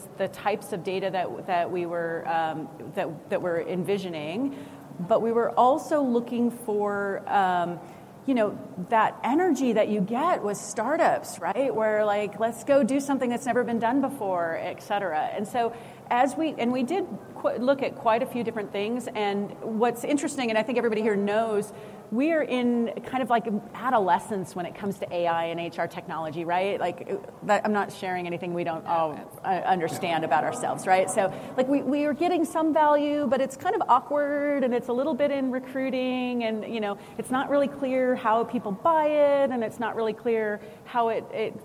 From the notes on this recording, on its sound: Live with SAP from the HR Technology Conference